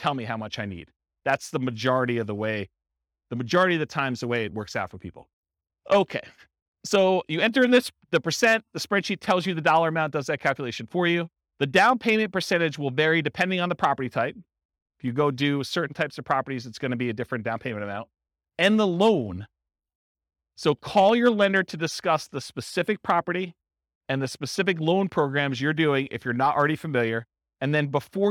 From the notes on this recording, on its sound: This was a live class recorded